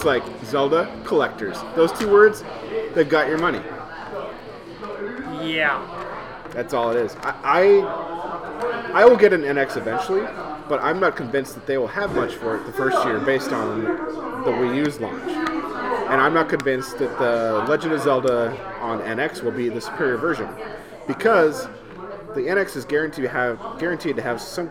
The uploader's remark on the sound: The guys are live from Fortside Brewing which is probably the closest they’ve been to their houses this entire time.